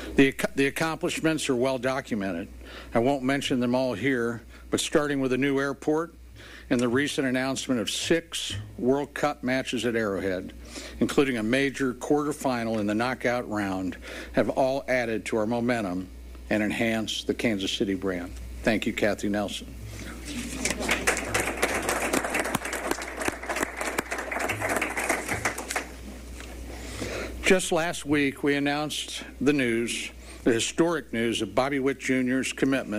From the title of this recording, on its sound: Royals Press Conference